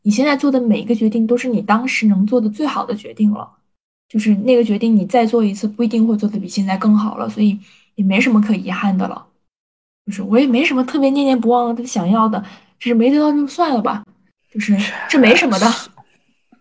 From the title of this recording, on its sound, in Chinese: 我们第一期录得有点烂